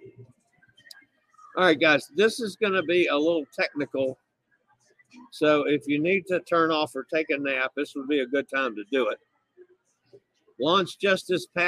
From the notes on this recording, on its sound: LIVE from Adventure of the Seas in the Gulf of Mexico